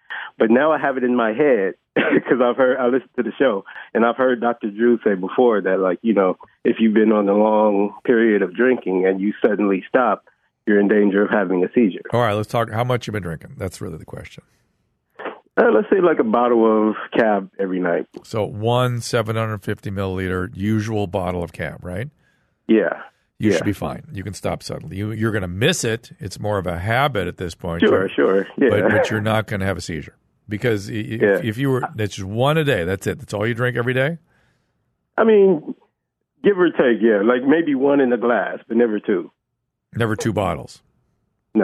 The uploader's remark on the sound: the guys turn to the phones and speak to a variety of callers